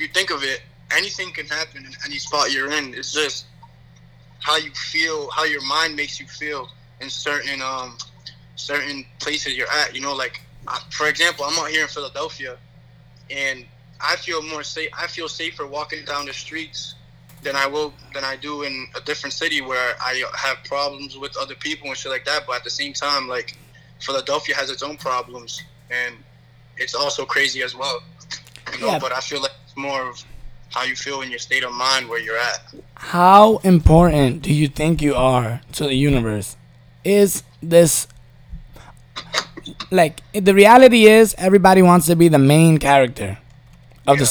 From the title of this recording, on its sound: Phone call